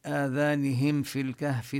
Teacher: الفاء مخرجها من بطن الشفة السفلى وطرف الثنايا العليا، الميم من الشفتين · Term: الإظهار